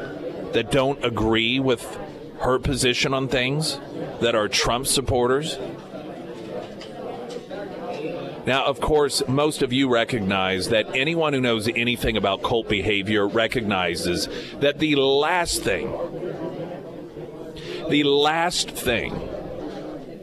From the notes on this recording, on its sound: live at Scramblers Diner.